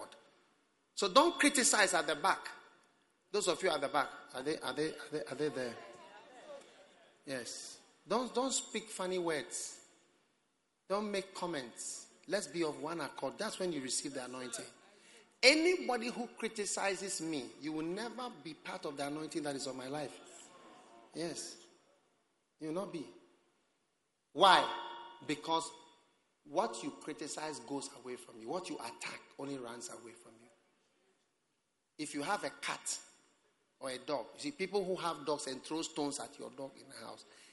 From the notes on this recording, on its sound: Preached at the Prophetic Encounter Service.